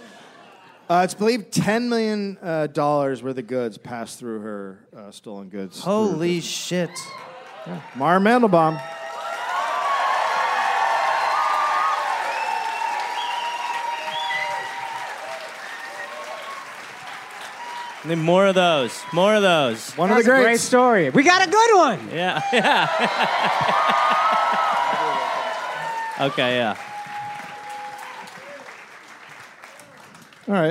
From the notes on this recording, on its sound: live in Brooklyn